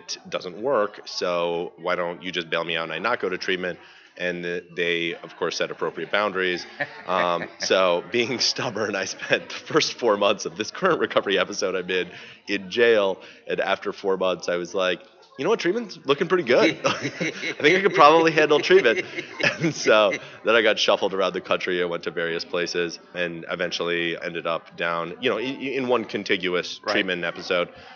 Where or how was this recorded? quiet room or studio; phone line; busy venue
busy venue